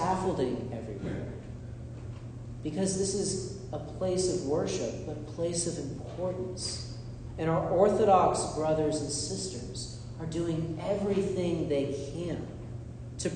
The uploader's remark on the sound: This is a sermon I delivered at Holy Comforter Episcopal Church in Drexel Hill, PA.